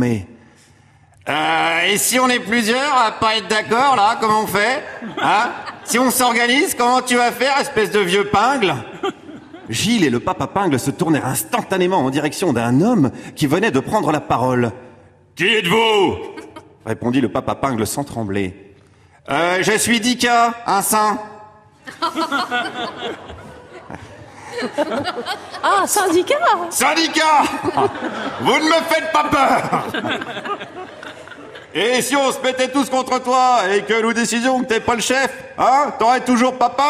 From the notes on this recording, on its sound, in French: Enregistrée en public à Beaubourg.